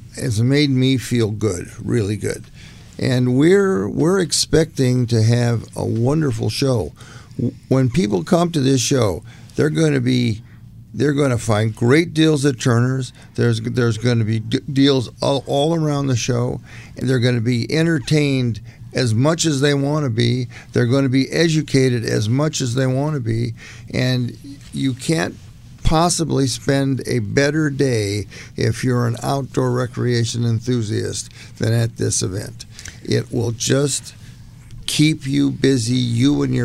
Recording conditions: busy venue